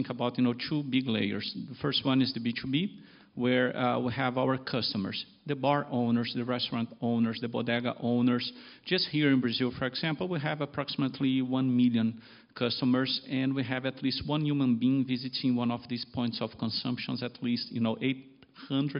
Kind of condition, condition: setting, live audience